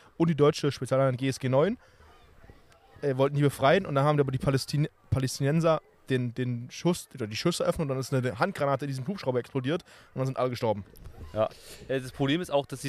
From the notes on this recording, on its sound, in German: wir haben diese Folge direkt an einem der Brandenburger Seen aufgenommen